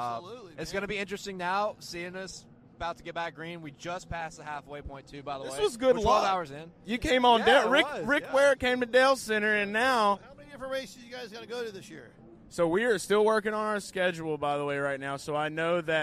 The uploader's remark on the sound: LIVE from Daytona International Speedway